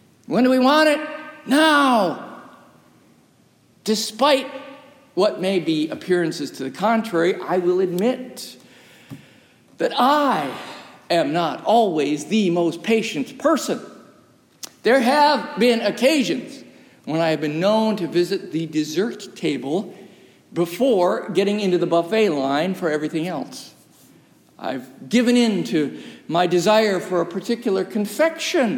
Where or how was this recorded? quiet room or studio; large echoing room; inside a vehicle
large echoing room